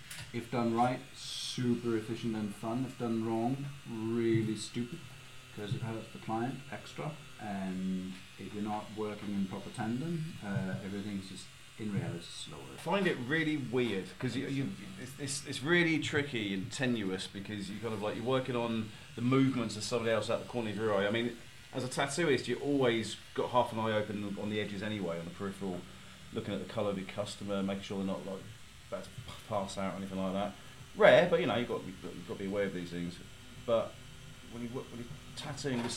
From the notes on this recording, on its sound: We apologise for the sketchy audio. I forgot to record from my mic....